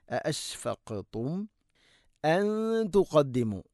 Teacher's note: മീമു സാക്കിനേക്ക് ശേഷം ഹംസ വരുമ്പോൾ ഇസ്ഹാറാണ്, വെളിവാക്കി ഉച്ചരിക്കണം. എന്നാൽ അഅശ്ഫഖുതും മൻ തുഖദ്ദിമു, ഇങ്ങനെയും ചില ആളുകൾ ചെയ്യാറുണ്ട്.